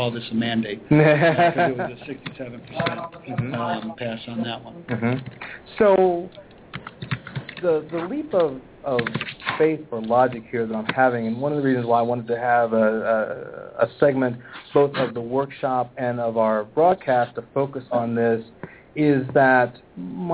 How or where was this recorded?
busy venue